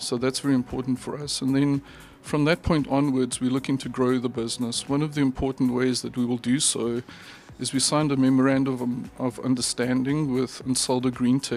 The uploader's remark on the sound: 2023 PDAC Mining Conference 1x1 Series. At this year’s 2023 PDAC convention - one of the world’s largest mining conferences.